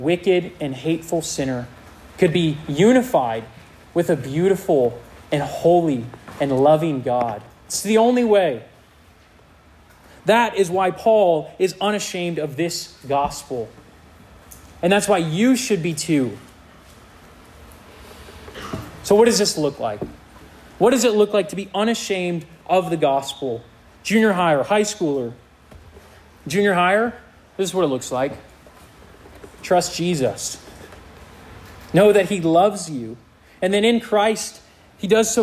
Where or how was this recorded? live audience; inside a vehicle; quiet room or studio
live audience